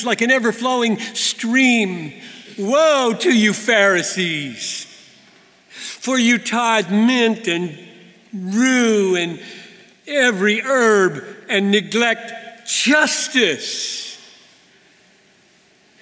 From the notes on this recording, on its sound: At the 2019 Bethlehem College &amp; Seminary commencement. To the Class of 2019.